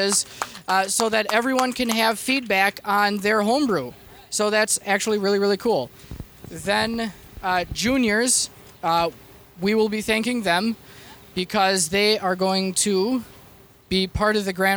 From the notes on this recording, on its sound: We broadcasted Live from the DeVine Liquors Homebrew Competition this year.